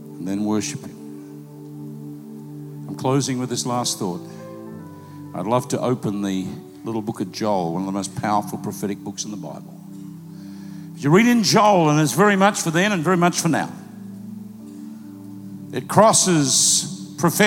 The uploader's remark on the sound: Recorded live at PlanetShakers Church.